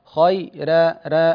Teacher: يعني عندنا قوله تعالى خيرا، أنت رققت الراء فرققت الخاء معها، قلت خيرا، لا، الخاء مفخمة، كل خاء مفتوحة في القرآن مفخمة، أقول خاء ثم أنتقل للياء والراء خي را را هكذا.